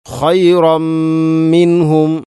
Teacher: അതുപോലെ തന്നെ തൻവീന് ശേഷം മീം, ഖൈറമ്മി. തൻവീന് ശേഷം മീം വന്നാൽ ഇദ്ഗാം കാമിൽ, പൂർണ്ണമായിട്ടും തൻവീനിനെ മീമിലേക്ക് കൂട്ടി ലയിപ്പിച്ചുകൊണ്ട് ഓതണം